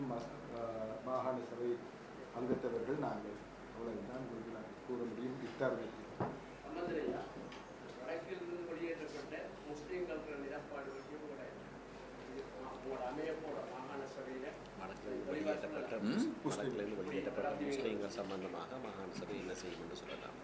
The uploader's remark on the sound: Press conference by TNA held in Jaffna on 22 September 2013